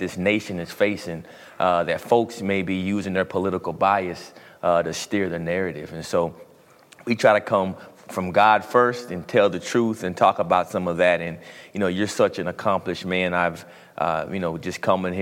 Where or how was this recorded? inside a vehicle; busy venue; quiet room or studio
busy venue